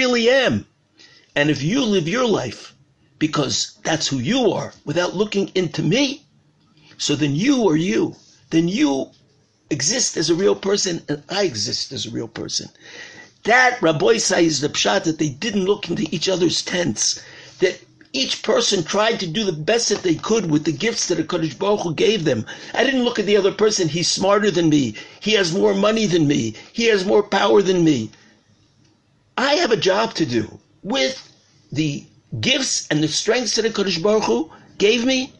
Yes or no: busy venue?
no